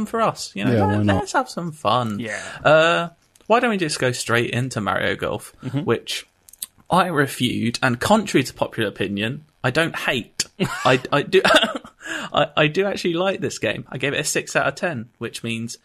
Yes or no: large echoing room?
no